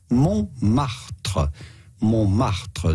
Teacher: The T in the middle is silent.